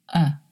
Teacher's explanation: The schwa is the most neutral vowel sound in English. It's produced by relaxing your lips, jaw, and mouth and releasing a very short sound. So the schwa sound doesn't sound like schwa, it sounds like uh.